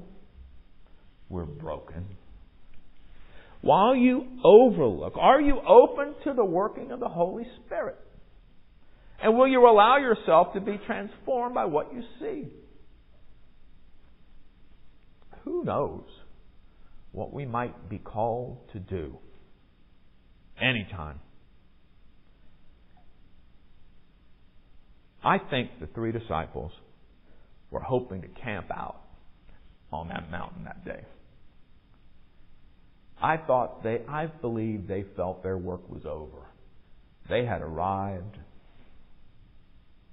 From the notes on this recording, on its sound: Recorded at MPPC on Sunday, February 19, 2023